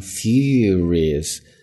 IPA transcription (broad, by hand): ˈfjʊə.ri.əs